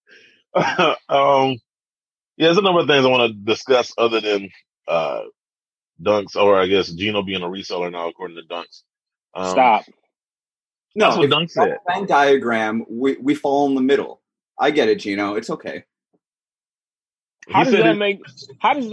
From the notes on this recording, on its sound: We're recording the show via Zoom.